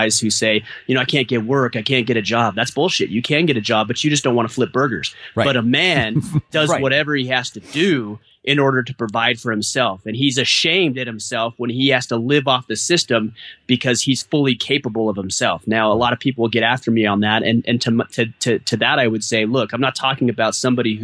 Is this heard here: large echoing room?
no